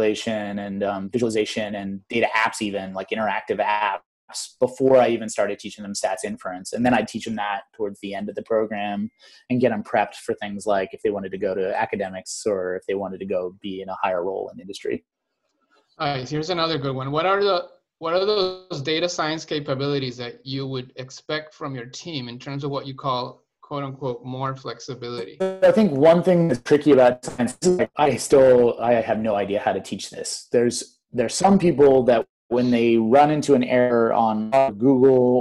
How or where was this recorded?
video call